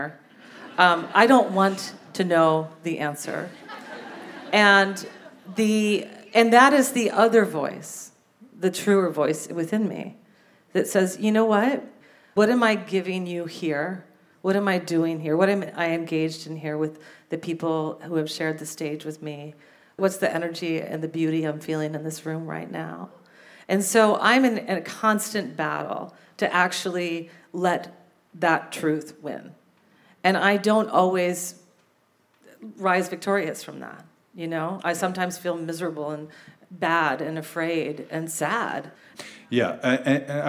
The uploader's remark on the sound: Record the show in front of a live audience at Revolution Hall in Portland, OR.